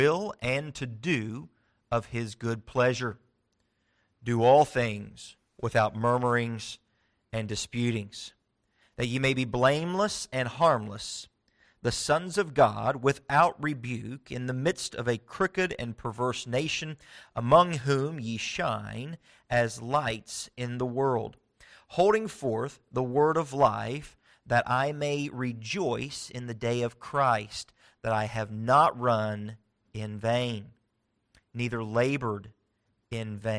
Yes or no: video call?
no